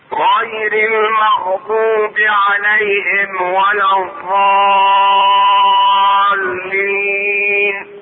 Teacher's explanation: ونقول مخرج الميم من مخرج الواو والفاء يلزم التأكيد على الإظهار لئلا يحصل الإخفاء، يعني إظهار الميم الساكنة.